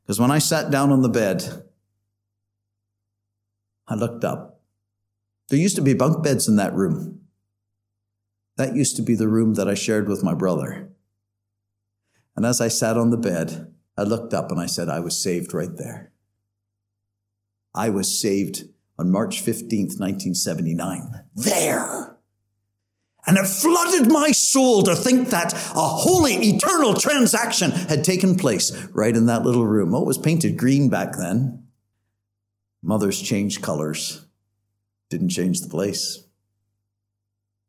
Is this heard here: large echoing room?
yes